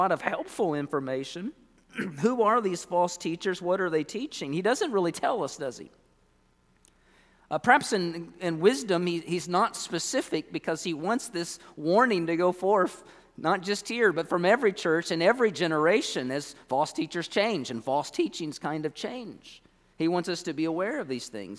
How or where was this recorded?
large echoing room